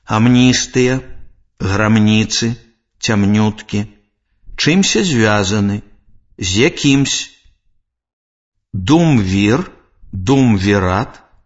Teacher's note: Санорны зычны «м» перад мяккімі зычнымі «н», «с», «в», «ф», «к», «п», «б», «л», «дз» вымаўляецца цвёрда.